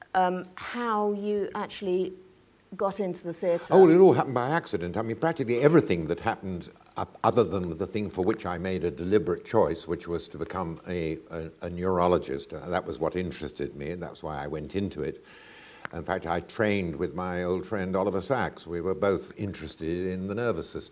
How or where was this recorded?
live audience